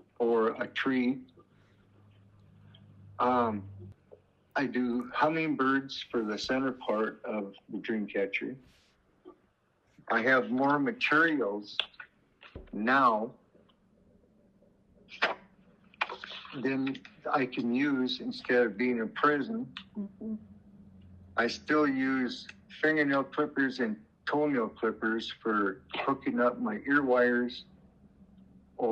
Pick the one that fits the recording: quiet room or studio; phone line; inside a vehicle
phone line